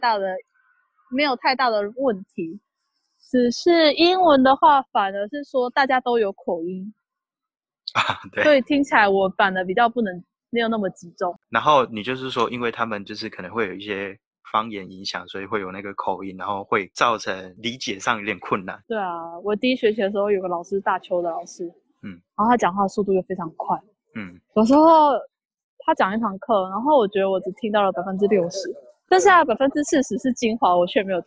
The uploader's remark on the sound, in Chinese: 又一次的遠端錄音分享。因為錄音一端在首爾街頭，一端在聽得見車聲、人聲、旺旺喵喵聲的屋內，所以會有雜音，但我盡量抑制了XD。